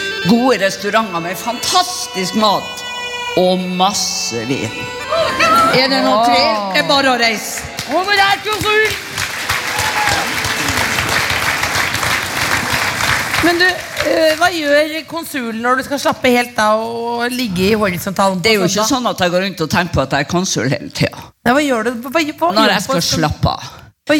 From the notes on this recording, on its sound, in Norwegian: Live fra Bergen med prompeputekostyme og gjester!